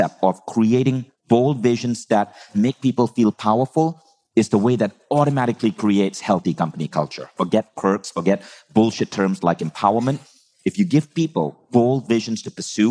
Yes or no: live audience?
yes